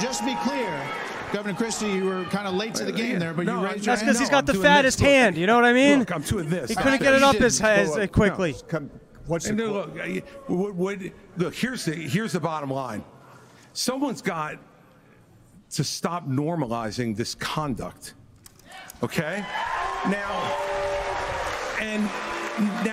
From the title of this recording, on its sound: West Cost Live Pods